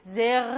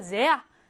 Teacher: 어 단어의 맨 끝에 이렇게 있을 때 파테르 아니고 파터 발음하고요. 장모음 뒤에 있을 때 제르 아니고 제아 어로 그냥 간단하게 발음하면 되고요 · Shown in: second take · Term: 어 소리